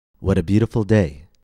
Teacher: Again, this is known as the tap. We hear the tap in the word beautiful